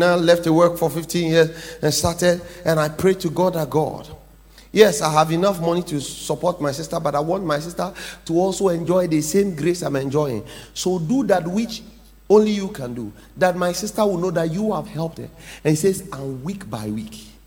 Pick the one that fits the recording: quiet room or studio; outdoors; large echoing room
large echoing room